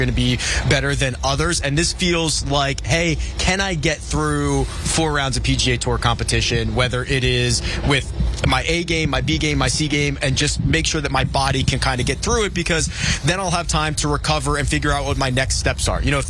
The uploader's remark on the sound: To recap Friday's action live from the WM Phoenix Open.